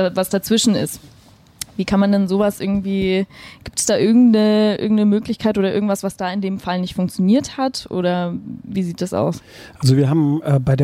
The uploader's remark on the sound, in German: Podcast aus der Straßenbahn